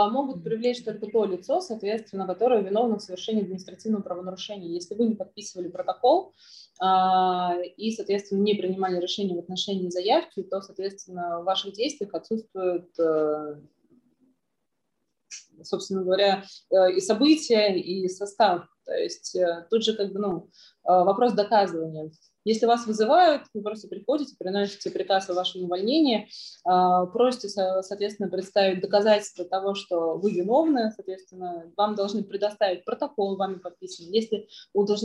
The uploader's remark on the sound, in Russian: Zoom-подкаст